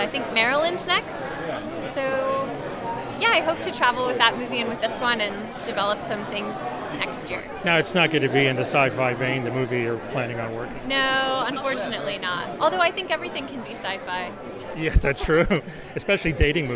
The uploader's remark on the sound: Red carpet interviews taped at Tribeca Film Festival